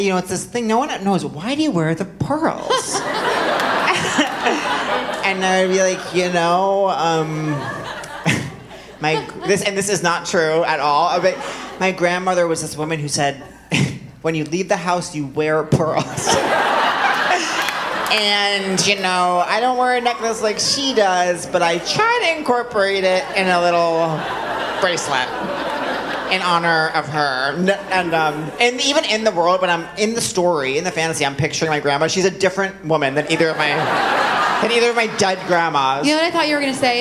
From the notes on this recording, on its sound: Answer more letters for help live on stage at The Bell House.